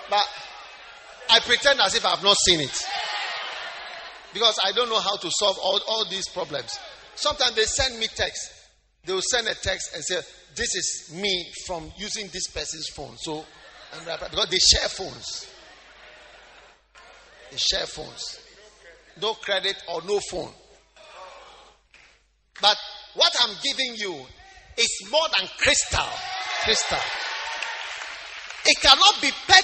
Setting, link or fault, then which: setting, large echoing room